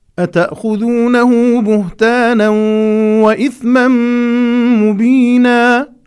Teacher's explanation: هكذا اللحن البياني يدل على الاستفهام